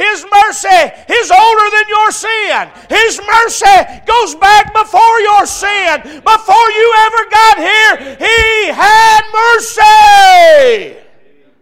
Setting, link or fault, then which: setting, large echoing room